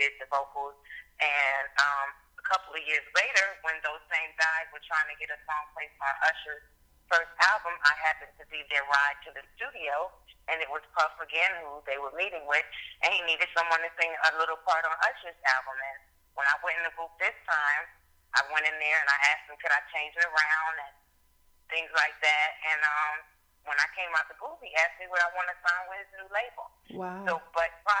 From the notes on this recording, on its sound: chats on the phone